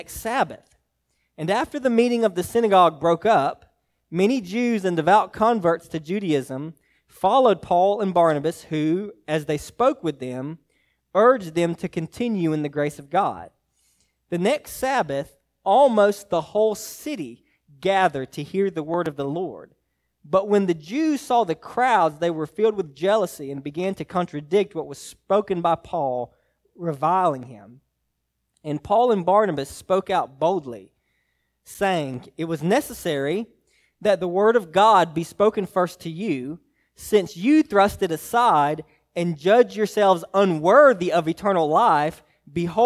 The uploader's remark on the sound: Message preached to Hillside Baptist Church in Eastman, GA.